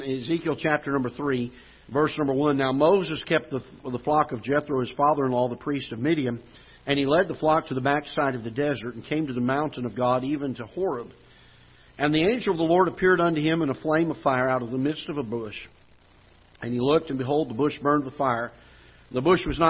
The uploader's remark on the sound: Ketha Heights Baptist Church ~ Live Broadcast